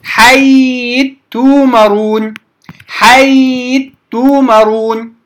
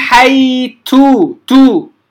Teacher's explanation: فنقرأ حيث تؤمرون، ولا أقول حيث تو، لا يخرج الهمس بهذه الطريقة التي يقرأ بها بعض القراء. قلنا أن التاء المتحركة يقل فيها الهمس جدا · Shown in: first take